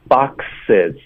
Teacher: have packed it in one of theseboxes。后面的也不难哈。后面有一个又有一个最后的一个点，就是 boxes 的这个 z 音呢，我们就也轻化了，所以这个 z。这种复数的 z 音一般都会轻化，就这个 z 就发，也是挤一下这个气流，不是从肚子送的。boxes，就是复数，在结尾时候的这个浊音也会给它轻化了